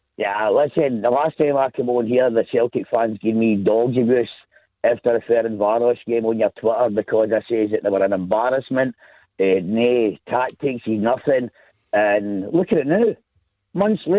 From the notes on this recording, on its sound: As we react live to Rangers taking on Antwerp in the Europa League as well as taking calls.